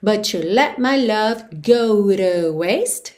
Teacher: but com you, but you, com ch